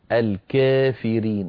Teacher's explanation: يميل ألف الكافرين فإمالة صغرى فيقول الكافرين، وليس الكافرين ولا الكافرين، الكافرين هذه إمالة كبرى لا